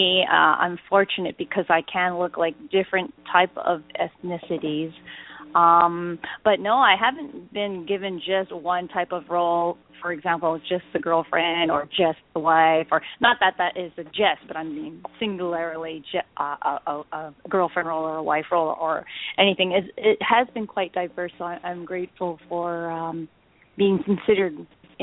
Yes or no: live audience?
no